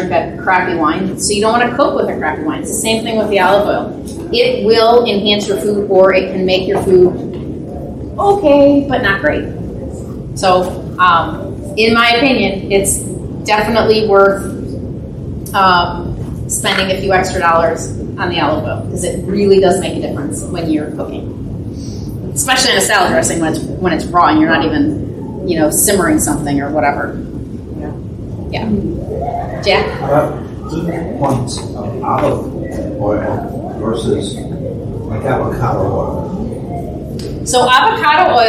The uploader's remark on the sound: Enjoy our audience Q&A after the Panzanella Italian Bread Salad class.